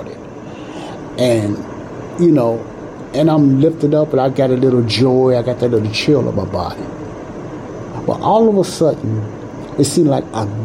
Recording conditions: background noise